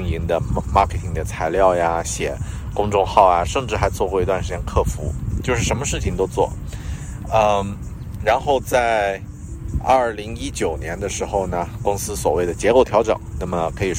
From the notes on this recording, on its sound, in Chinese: 这期在新西兰首都惠灵顿海边码头录制的节目